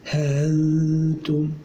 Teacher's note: أبو عمرو بتسهيل الهمزة